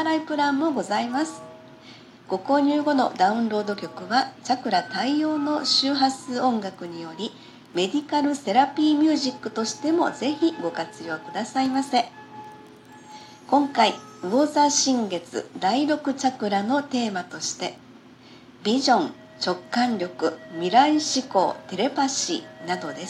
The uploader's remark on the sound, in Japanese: パソコン事情により、音声収録の方法がいつもと違い雑な感じですみません。エレクトーンの調律を工夫し創作、演奏。